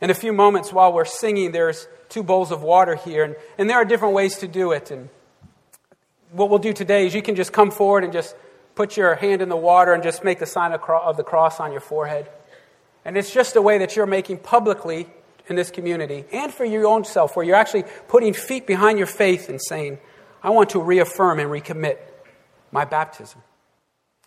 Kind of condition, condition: setting, large echoing room